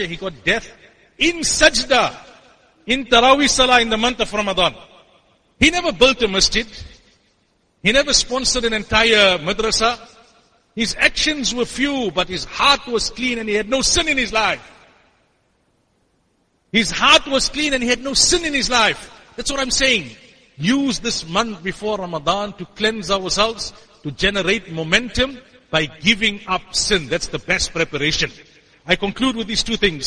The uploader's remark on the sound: Jumuah lecture at Masjidus Siddique.